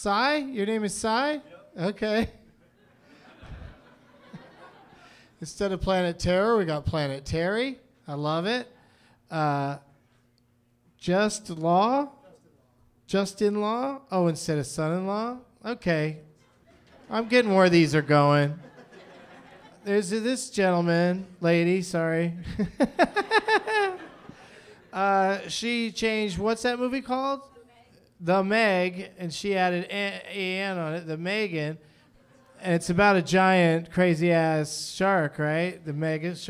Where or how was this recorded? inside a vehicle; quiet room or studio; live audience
live audience